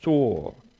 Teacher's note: If you had a musical pitch, you'd see the note would fall. · Term: fourth tone